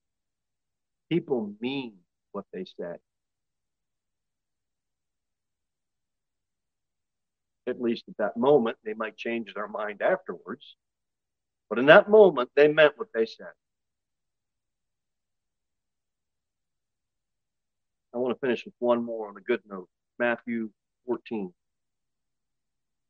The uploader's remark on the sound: Sermon delivered at Pilgrim Baptist Church on Sunday, February 19, 2023, at 6:15 pm. Jere Whitson Rd.